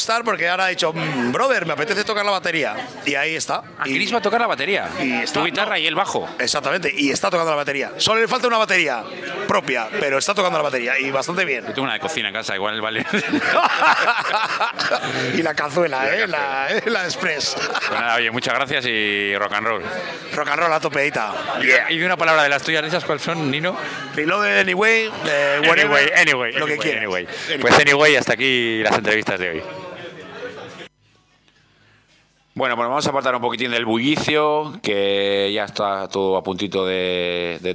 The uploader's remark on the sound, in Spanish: Sacamos la unidad móvil de Radio Meruelo a la calle y nos vamos a Santoña al nivel 10 y nos metemos de lleno en el festival benéfico para la lucha contra el cáncer Movember 2023